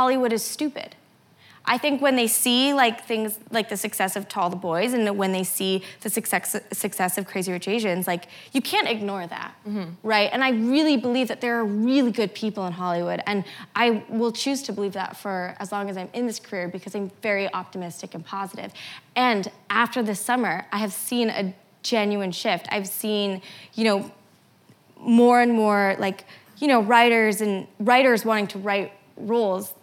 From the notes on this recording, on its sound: recorded on January 9, 2019 in front of a live audience at New York’s 92nd Street Y